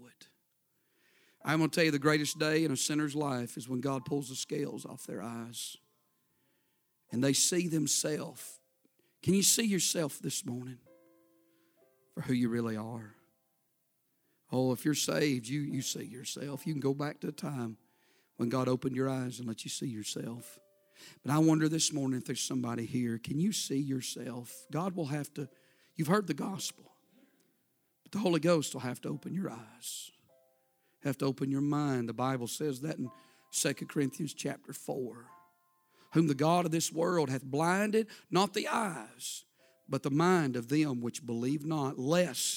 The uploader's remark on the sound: A sermon preached Sunday Morning, on August 20, 2023.